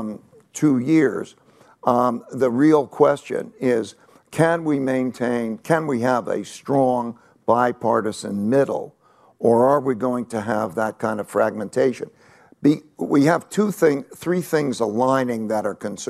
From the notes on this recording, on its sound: at the Bloomberg Invest conference in New York